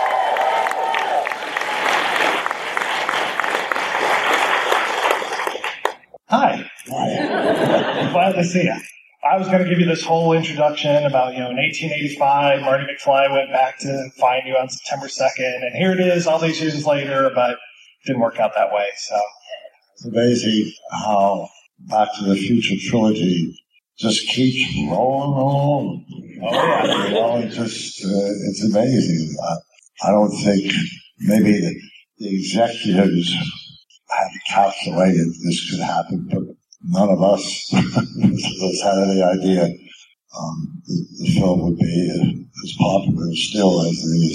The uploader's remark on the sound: May be a little rough around the edges but is, hopefully, still enjoyable.